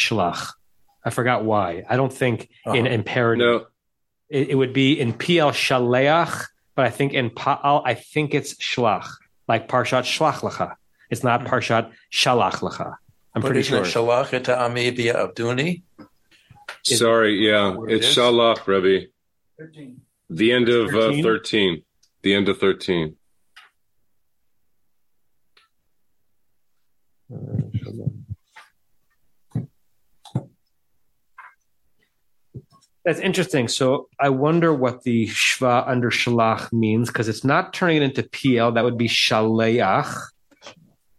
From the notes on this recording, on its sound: Facebook/Zoom